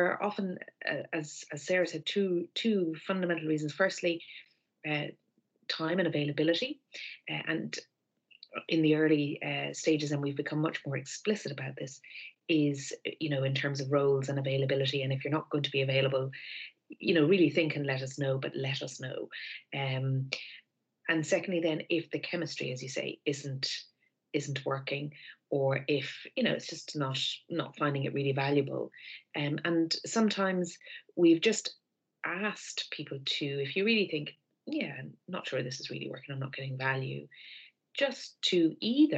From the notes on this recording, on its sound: over Zoom